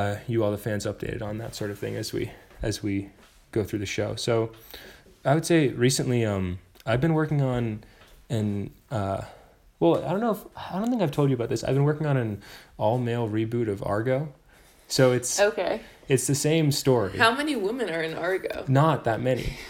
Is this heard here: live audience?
no